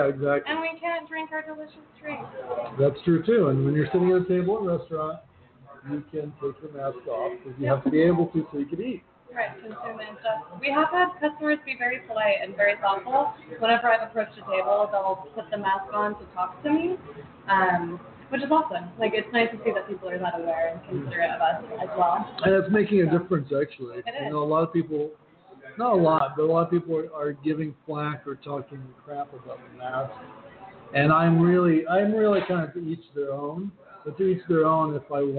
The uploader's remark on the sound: Live in the resturant. As we are live from the restruant.